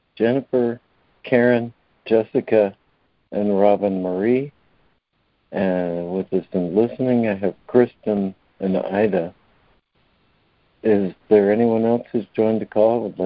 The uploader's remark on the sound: ACIM Daily Conference Call.